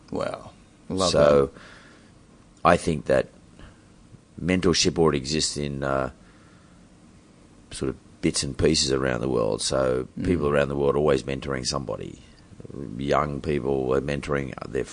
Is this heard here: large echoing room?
no